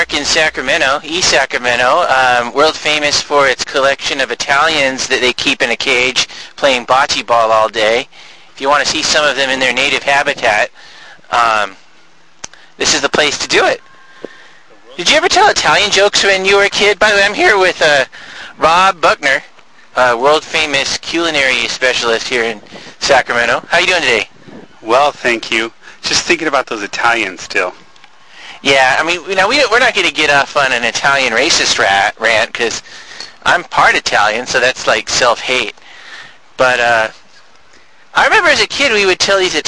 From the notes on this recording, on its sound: Live from East Portal Park